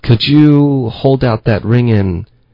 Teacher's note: 我们会把重音放在 ring 上